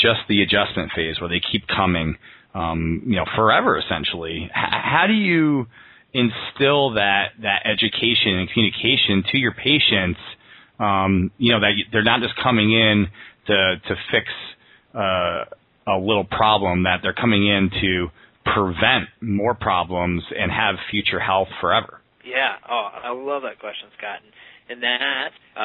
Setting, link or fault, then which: link, phone line